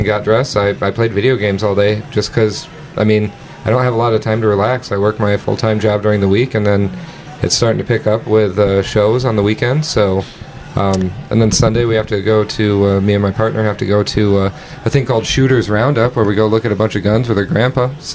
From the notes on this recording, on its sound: Comedians/ performers talk right BEFORE taking the stage to perform. This episode was recorded Aug 25, 2023 | 30 minutes before a show at Mason City Brewing (Mason City, IA).